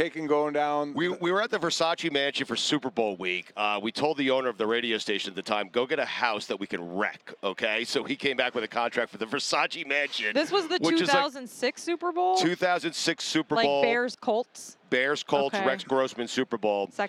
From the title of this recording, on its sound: Joins from Radio Row in Vegas